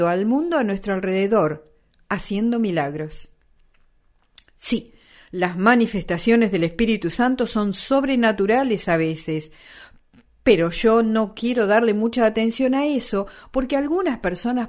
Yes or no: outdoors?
no